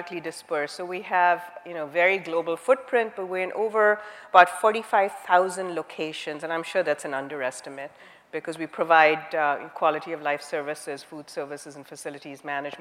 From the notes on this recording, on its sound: The best of live interviews from GreenBiz events.